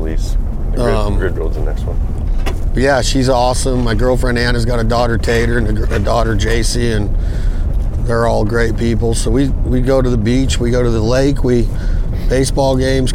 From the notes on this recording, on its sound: The best scenario would be to jump in the Ford truck and record the podcast while we scout, and that’s what we did!